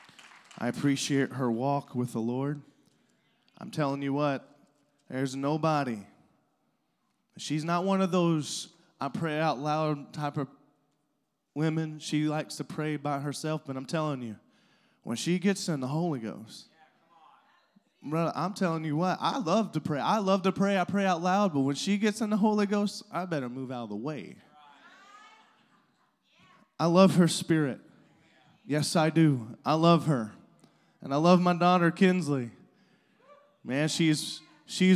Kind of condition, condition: setting, large echoing room